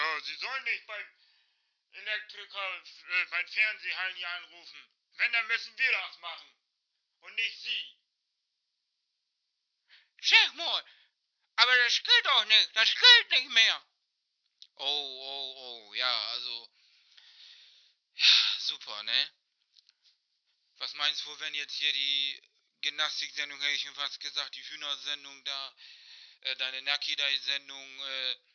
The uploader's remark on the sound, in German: GESPRÄCHE AM TELEFON.